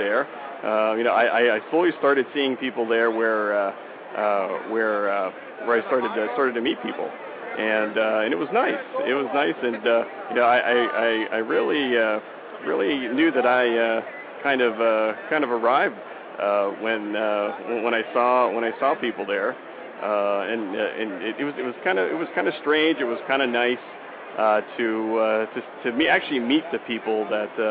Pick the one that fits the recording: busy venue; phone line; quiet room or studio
busy venue